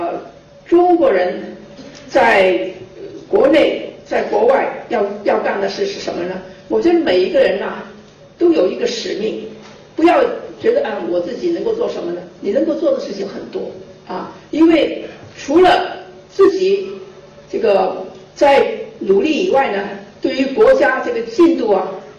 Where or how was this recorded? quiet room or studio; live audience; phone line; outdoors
live audience